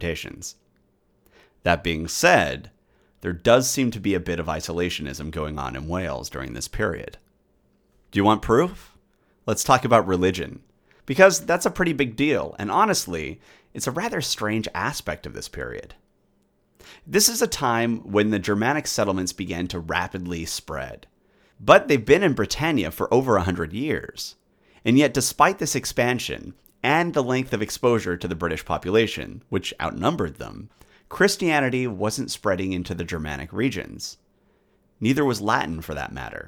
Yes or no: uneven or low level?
no